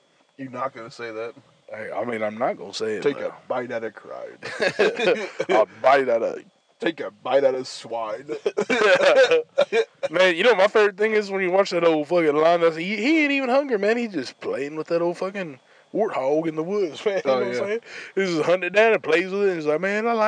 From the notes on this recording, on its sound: unforeseen circumstances lead to us recording in my truck, so the sound isn't as crisp as usual